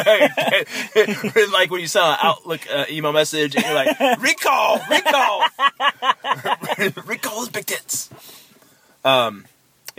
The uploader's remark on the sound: Talk nonsence while driving to get ice cream.